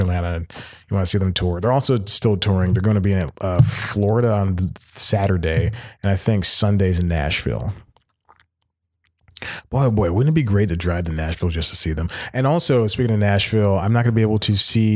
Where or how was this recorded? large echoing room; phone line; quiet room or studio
quiet room or studio